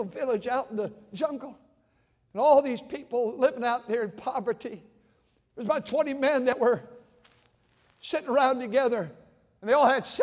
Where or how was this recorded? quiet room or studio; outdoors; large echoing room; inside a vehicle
large echoing room